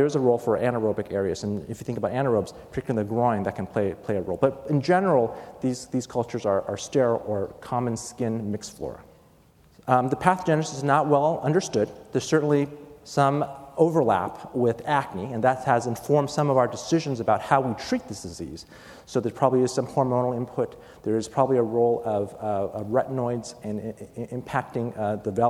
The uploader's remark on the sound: was recorded at the 2013 SDPA Fall Conference in Atlanta.